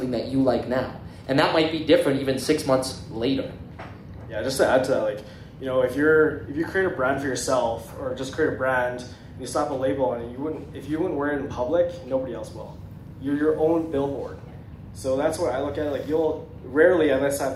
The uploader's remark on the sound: Our 1st Live Event went above and beyond our expectations. Doing what we love in front of a live audience - we hosted loved ones and fresh new faces.